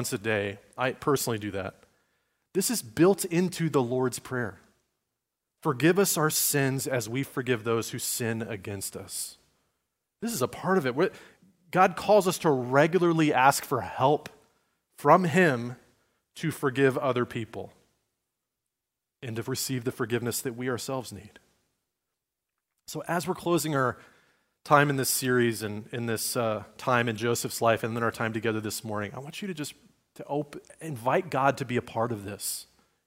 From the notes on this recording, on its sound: Recorded at Liferoads Church on Sunday, December 3, 2023, in Spokane, Washington.